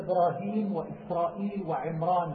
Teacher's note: وفخم الراء في الاسم الأعجمي